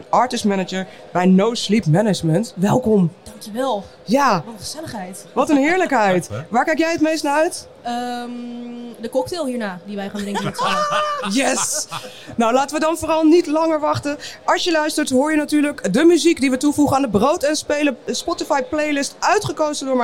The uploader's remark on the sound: Live vanaf Eurosonic Noorderslag. In de gloednieuwe podcast area.